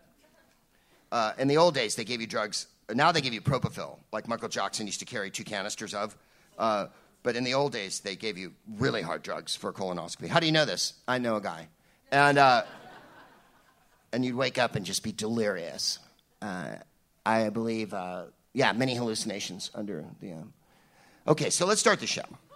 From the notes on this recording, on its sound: Live from the Bell House in Brooklyn